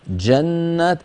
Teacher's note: عندما تقول جنات صوتها بدايتها محبوسة · Term: الجيم الفصيحة